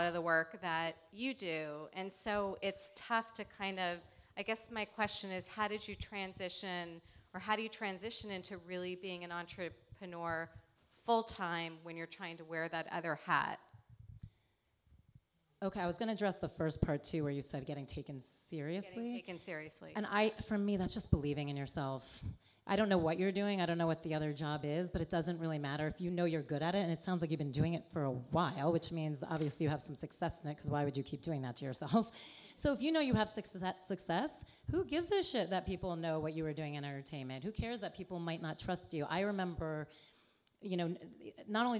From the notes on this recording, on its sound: DENtalks LIVE Female Bosses Q&A. LIVE Audience Q&A portion from our DENtalks LIVE Female Bosses Panel!